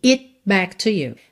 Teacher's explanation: Percebe como esse T do it foi realmente só para cortar a vogal I?